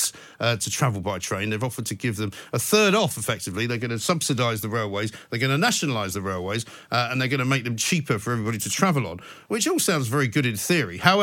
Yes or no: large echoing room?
no